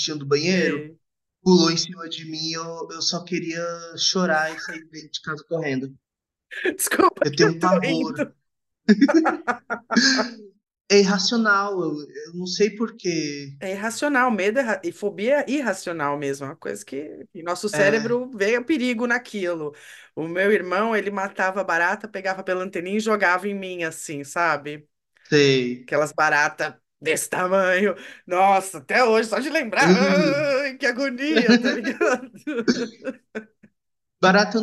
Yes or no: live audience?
no